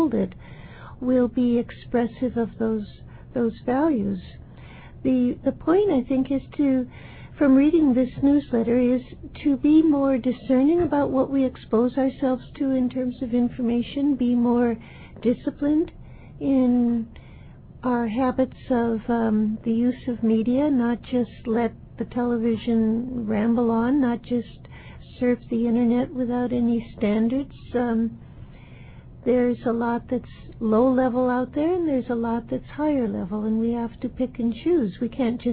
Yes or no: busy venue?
no